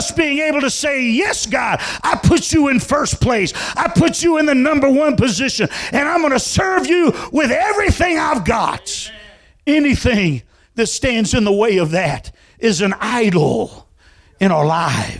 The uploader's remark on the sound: Full sermon recording from February 20, 2022 at Thompsonville Church of God. This is the full sermon recording.